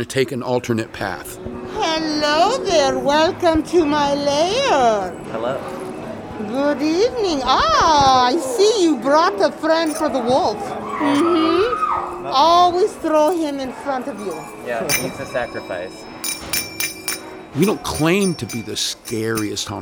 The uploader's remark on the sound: This episode was recorded on-site on October 8th 2021